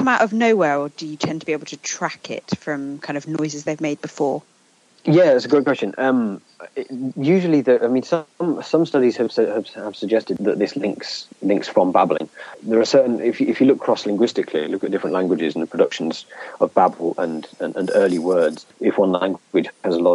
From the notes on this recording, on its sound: Episode 3 sees our first experiment of recording over Skype (not without it's challenges...)